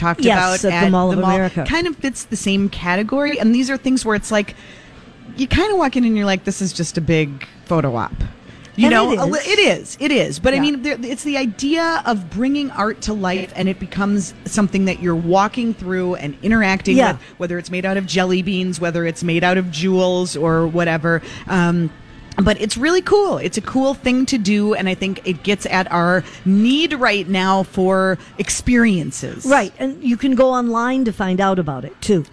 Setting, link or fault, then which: setting, busy venue